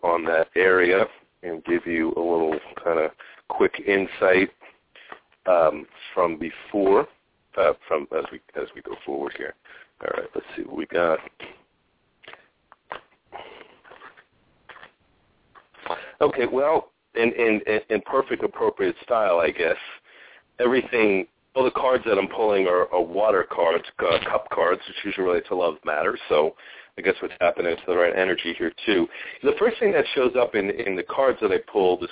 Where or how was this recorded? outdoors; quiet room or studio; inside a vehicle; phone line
phone line